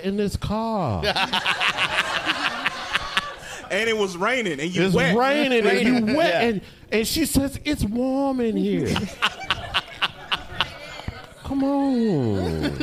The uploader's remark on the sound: Live from the Factory Bar